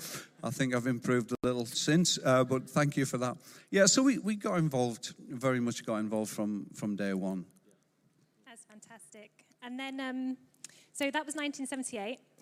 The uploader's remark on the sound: This was recorded at Life Church Lancashire on 27th November 2022.